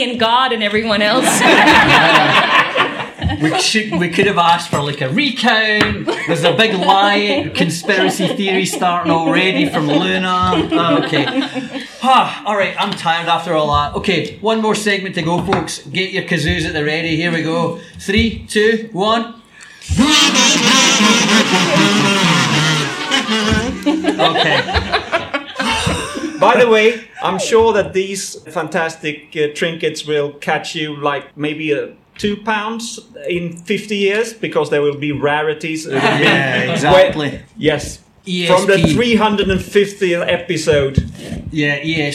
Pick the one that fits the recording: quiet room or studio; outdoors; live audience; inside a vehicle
live audience